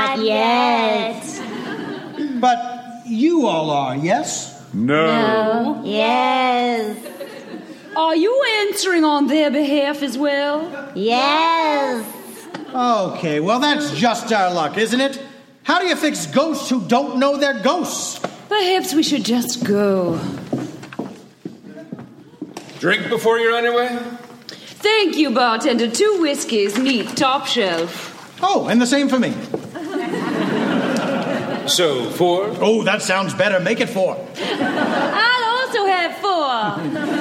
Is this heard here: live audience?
yes